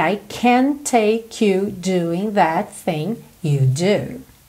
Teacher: I can't take, junta o T do can't com o T inicial do take